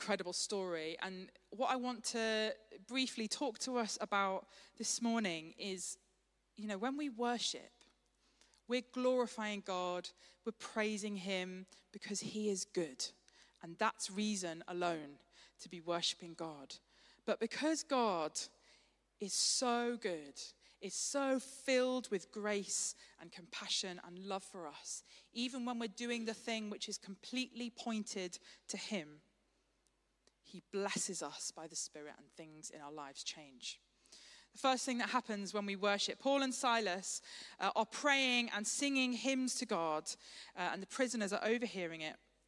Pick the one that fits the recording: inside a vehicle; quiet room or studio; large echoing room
large echoing room